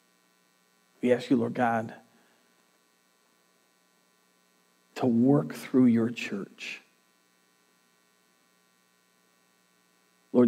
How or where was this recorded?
large echoing room